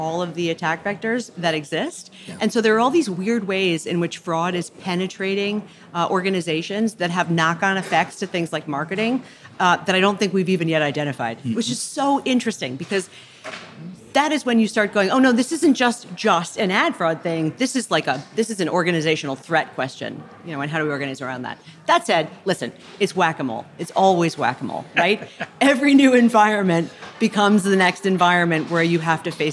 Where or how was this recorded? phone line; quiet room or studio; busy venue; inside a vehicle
busy venue